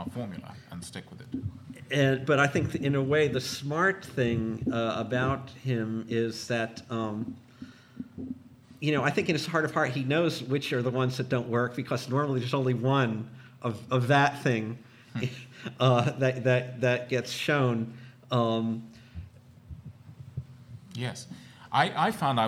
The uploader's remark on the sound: February 8, 2008 at the National Academy Museum and School of Fine Arts, New York